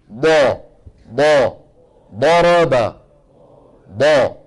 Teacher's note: دال مفخمة، ما حتخرج ضاد أبدا طالما أنه يعتمد ويتكئ على المنطقة الأمامية. الاعتماد والاتكاء والضغط يكون فين؟ في الحافتين اليمنى واليسرى